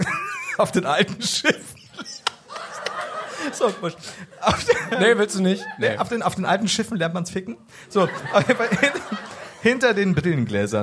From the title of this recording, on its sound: Live in Stuttgart